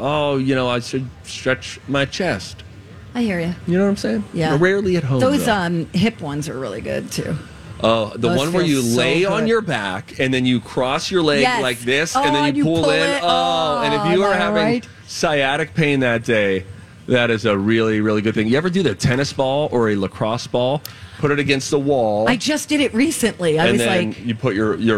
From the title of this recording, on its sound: Live From The State Fair!